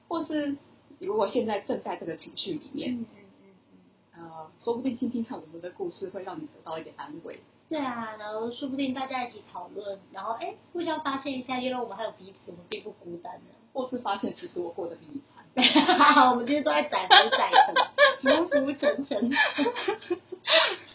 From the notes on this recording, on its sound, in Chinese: 第一集好像收音還沒調整好請大家見諒啊